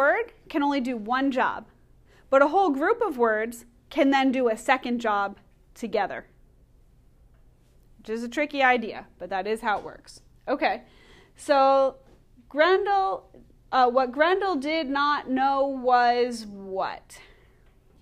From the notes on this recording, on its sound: Recorded in class